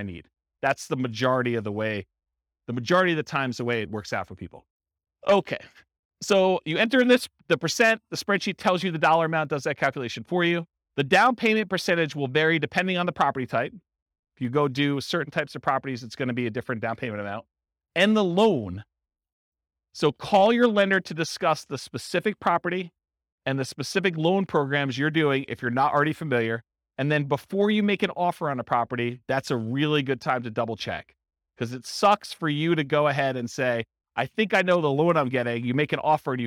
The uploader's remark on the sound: This was a live class recorded